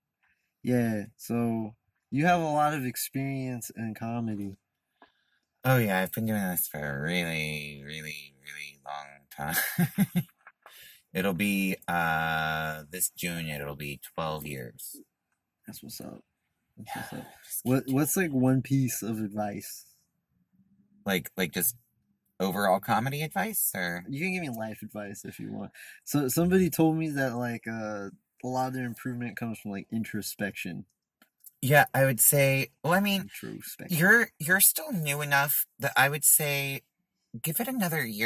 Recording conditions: inside a vehicle